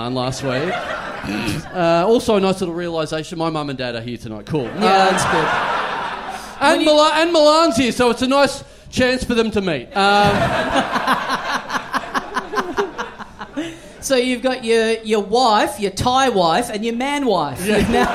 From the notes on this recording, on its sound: We're LIVE from Melbourne.